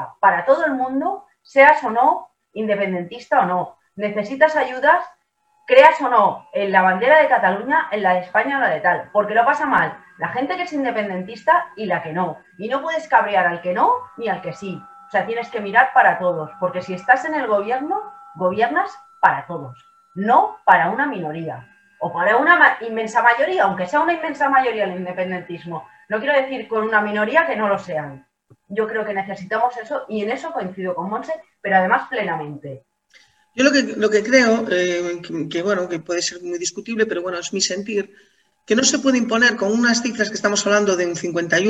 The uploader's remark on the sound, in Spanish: Mesa de debate virtual.